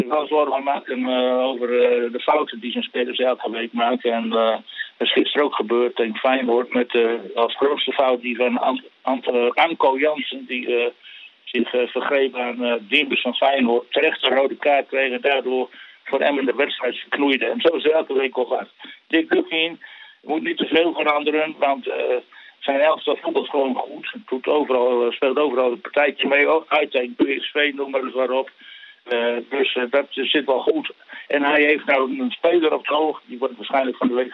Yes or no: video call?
no